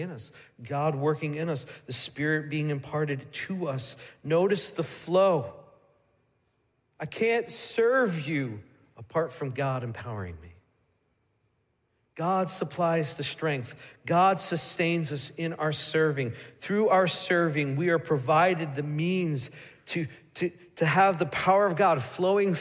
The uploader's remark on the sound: Midland Evangelical Free Church Sermon Audio